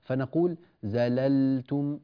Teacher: في قوله تعالى: فإن زللتم، هنا لامان، طبعا اللام الأولى المفتوحة ليس فيها مشكلة، لكن اللام الثانية الساكنة هذه بعض الناس لا يأتي فيها بالنطق الصحيح، فاللام تخرج من طرف اللسان